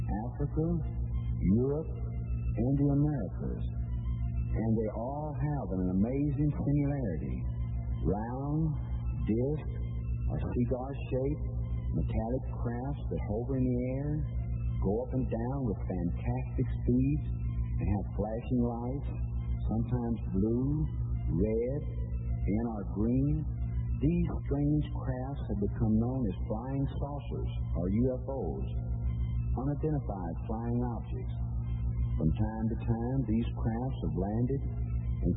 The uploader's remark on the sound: The broadcast was on high frequency radio and starts off with poor sound and gets better a few minutes after the start.